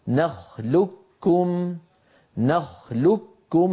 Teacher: أغلب الرواة، أغلب حتى القبائل كان يدغم القاف في الكاف فيقول: نخلقكم نخلقكم، فينطق كافا مشددة لا يبقى للقاف في النطق أثر